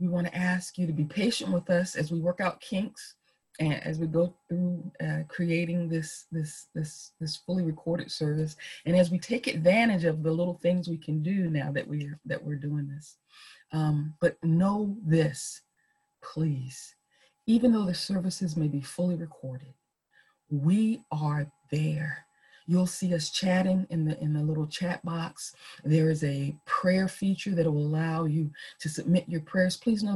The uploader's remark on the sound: Our zoom streamed service.